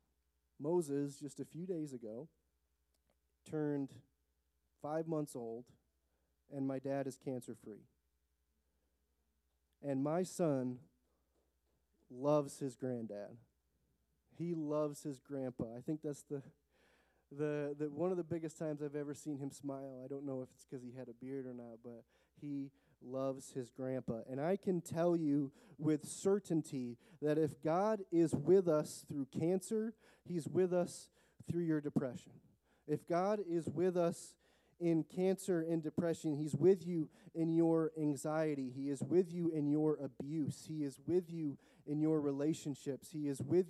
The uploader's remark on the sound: The recording of the Thursday night prayer gathering